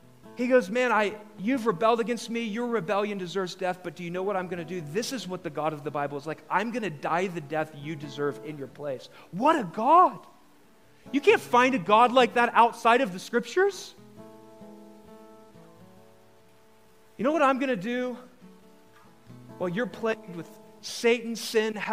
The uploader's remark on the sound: The following episode is a live recorded sermon from the Sunday gathering at The Heights Church Denver on 01/15/23